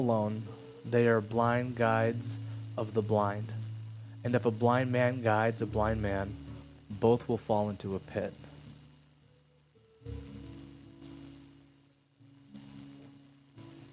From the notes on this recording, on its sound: Something went wrong with the audio, has a quiet crackle sorry.